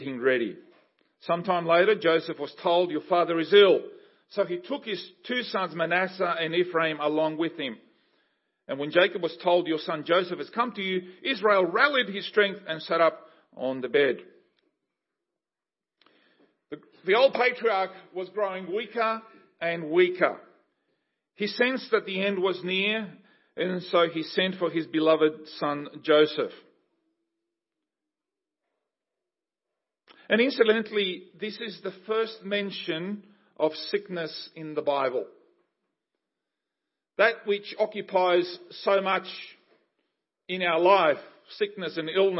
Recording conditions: large echoing room